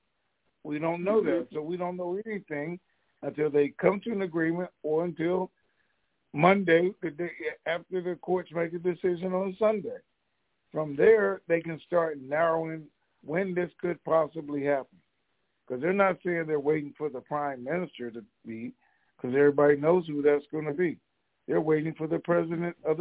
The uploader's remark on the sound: TNTSuperfantastic Conference Call.